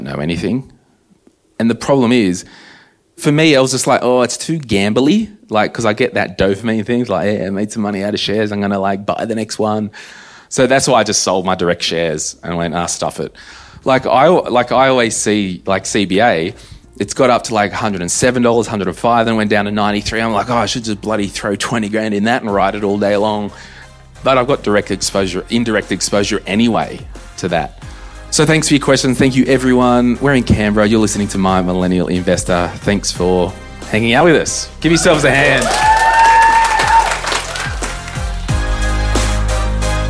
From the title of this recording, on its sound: Q&A live in Canberra